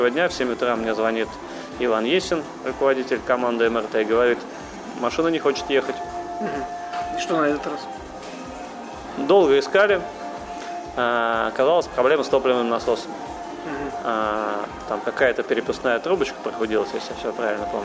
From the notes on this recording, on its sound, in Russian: Этот выпуск я записал в одном из московских кафе.